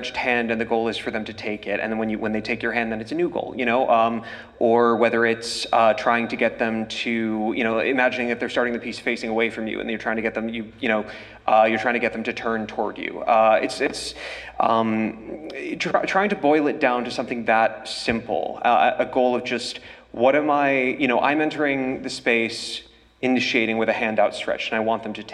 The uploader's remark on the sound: Includes questions from the audience. The audio was recorded live, and we recommend NOT using headphones or earphones for this episode due to a few rare audio issues that are sprinkled through the recording.